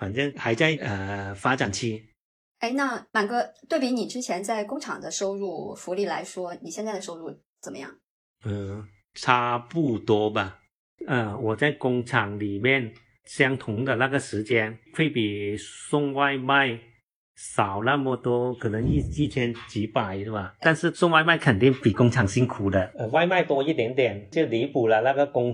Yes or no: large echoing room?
no